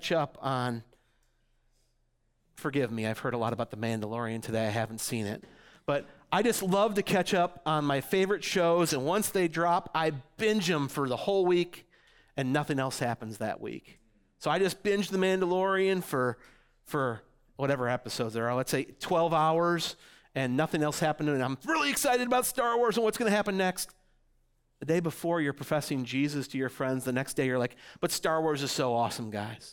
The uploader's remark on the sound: audio from New City Church in Champaign-Urbana, IL